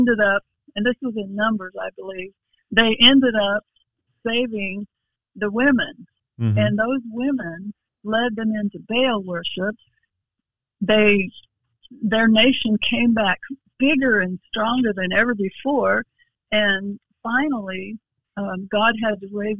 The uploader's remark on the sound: we have special guests on by phone